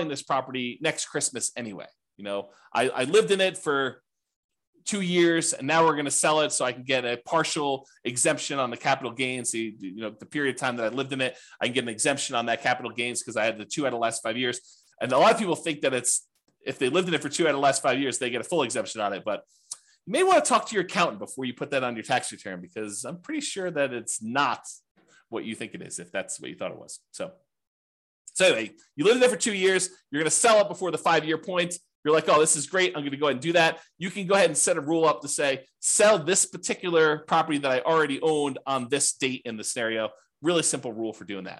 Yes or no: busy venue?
no